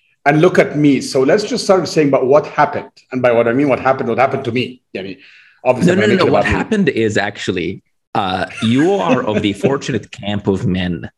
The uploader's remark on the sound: Via Zoom in Silicon Valley.